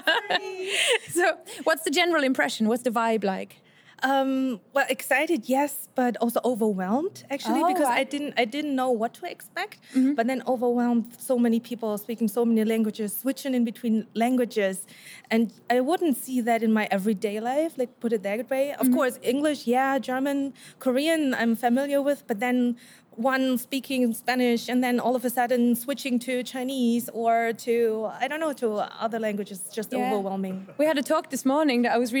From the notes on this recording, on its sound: Live from the Polyglot Gathering 2017. The live clips are in, so you can experience the Polyglot Gathering in 2017 with the Creative Language Learning Podcast as we bring you interviews, impressions and fun from the conference floor.